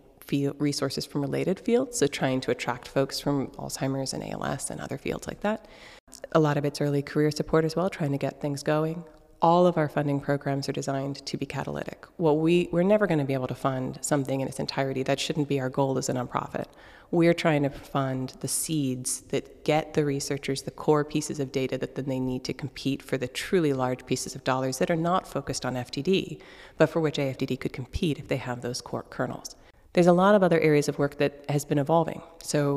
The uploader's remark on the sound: an interview we did at the International Society for Frontotemporal Dementias (ISFTD) Conference in Lille, France